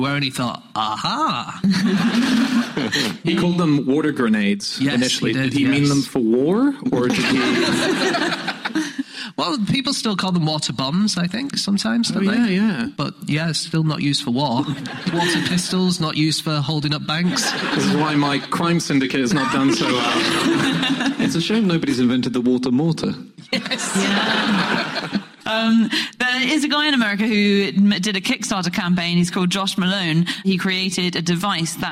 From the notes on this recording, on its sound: Live from the Gulbenkian theatre in Canterbury